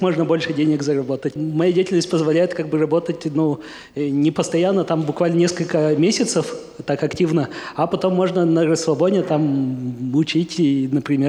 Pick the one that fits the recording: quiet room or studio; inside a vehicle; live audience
live audience